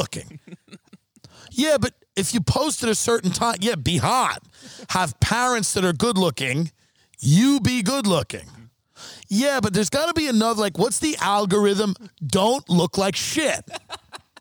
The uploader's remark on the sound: After a series of unfortunate events in the desert. Are forced to record outside in the dark.